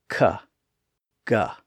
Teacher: produced in the back of the mouth by briefly closing the vocal tract there and then releasing the air to make the sound.